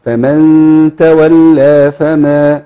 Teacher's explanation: ما فيش مد هنا كتير كده، هم حركتين بس · Term: حرف المد الطبيعي